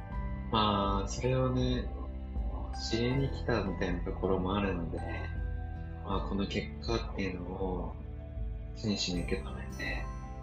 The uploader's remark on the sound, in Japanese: バギオに到着しまして、初日のオリエンテーションを受けてきました。音声聞きにくくてすみません。